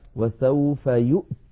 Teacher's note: وسوف يؤت بهمزة ساكنة وبعدها تاء ساكنة، فيها شيء من الصعوبة